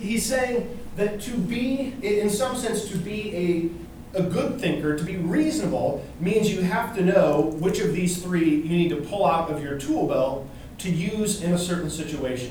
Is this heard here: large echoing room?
yes